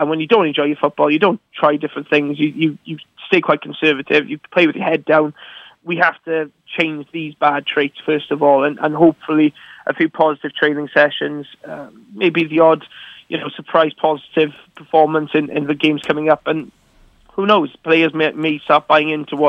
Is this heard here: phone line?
yes